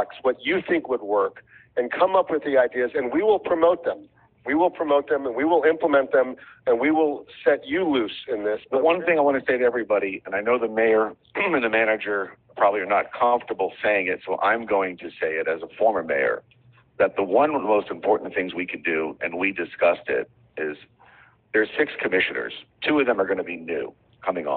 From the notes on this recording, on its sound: A leaked recording of a call to raise funds for a PAC in the 2021 city of Miami Beach elections.